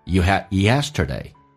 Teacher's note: You had 用降调读，而且 had 字的 D 也不发音，略音。You hadyesterday。You had 降调速度快一点。You had yesterday.